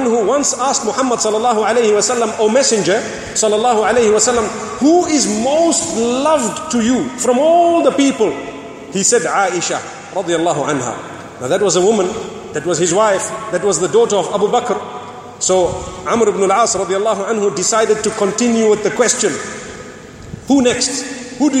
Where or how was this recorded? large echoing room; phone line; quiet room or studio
large echoing room